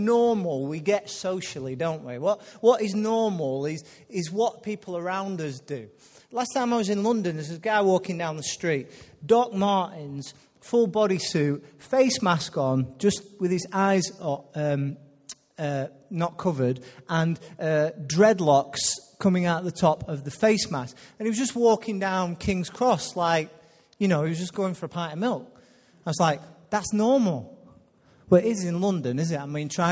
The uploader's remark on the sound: Recorded live at Life Church Lancashire